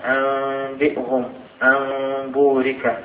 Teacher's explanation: الحكم الثالث الإقلاب هو قلب النون الساكنة إلى ميم مخفى عند حرف واحد هو الباء